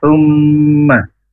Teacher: Mim tasdid bacaan gunnah musyaddadah. Ya. Berdengung, ya. Saya berdengung, ditahan dua harokat.